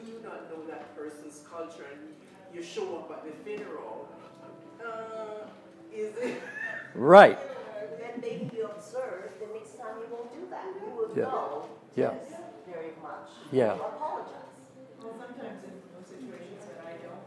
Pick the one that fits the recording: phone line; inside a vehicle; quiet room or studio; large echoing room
large echoing room